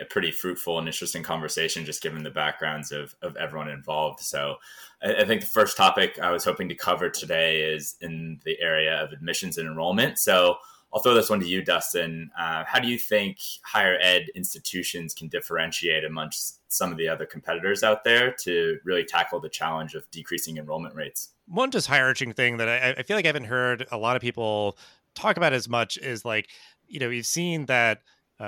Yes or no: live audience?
no